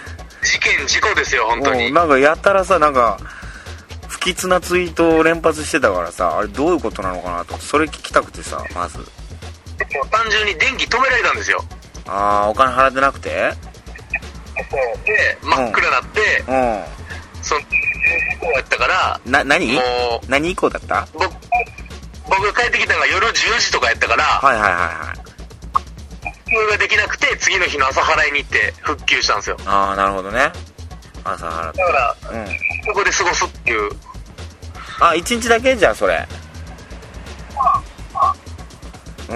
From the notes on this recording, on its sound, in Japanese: 電波状況が悪すぎる電話収録。あたま3分間ほど聞き取りづらいですが、のちにクリアになります。